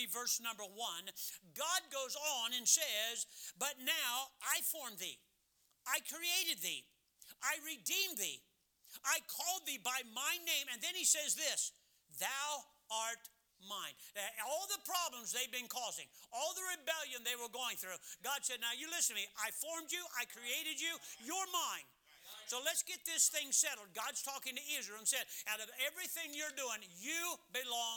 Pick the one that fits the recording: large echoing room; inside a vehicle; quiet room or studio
large echoing room